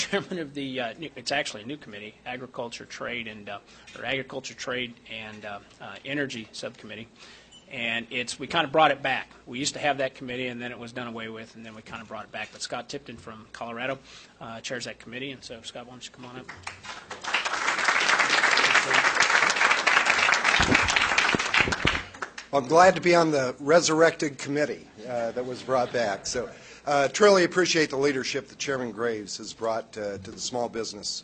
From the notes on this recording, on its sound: WASHINGTON, DC. Appeared before a Small Business Policy luncheon of The Ripon Society.